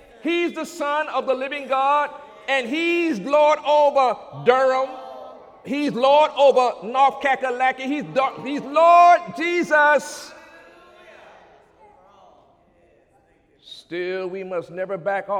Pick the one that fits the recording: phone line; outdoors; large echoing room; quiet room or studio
large echoing room